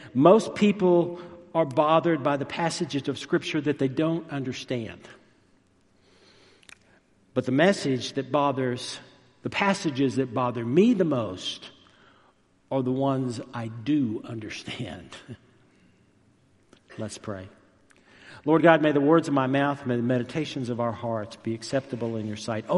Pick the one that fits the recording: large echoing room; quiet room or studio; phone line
large echoing room